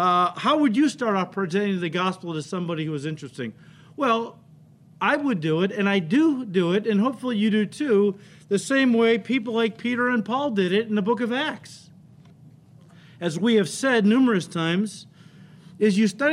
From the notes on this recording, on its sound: The audio file this week is from our 8:30 AM Service, while the video is from our 10:30 Service. Calvary Chapel Elk Grove is a non-denominational fellowship located in Elk Grove Village, a northwest suburb of Chicago in Illinois.